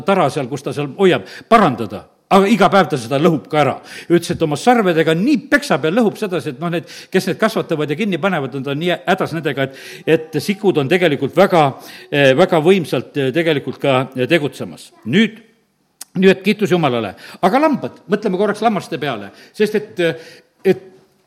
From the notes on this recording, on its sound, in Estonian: Audio salvestus koosolekult